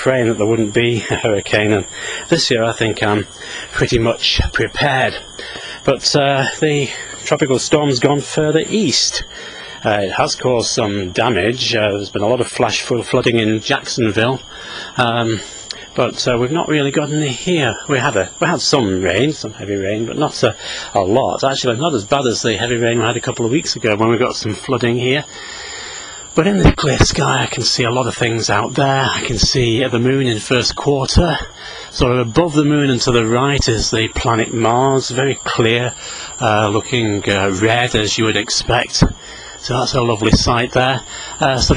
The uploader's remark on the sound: while out walking his dog